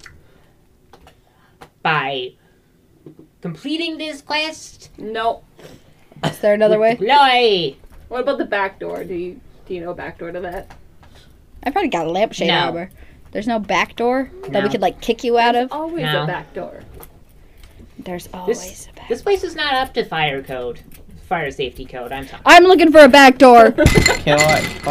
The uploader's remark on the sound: (Headphone Warning). Keep your headphones off, or very quiet, for this episode. Something happened to our recorders.